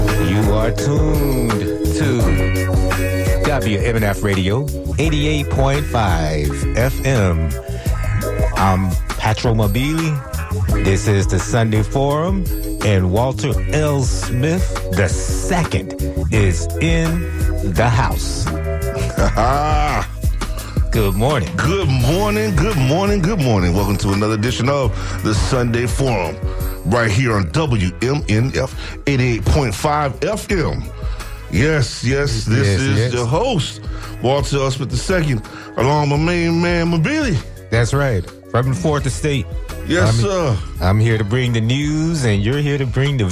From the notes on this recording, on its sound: unique magazine format call-in show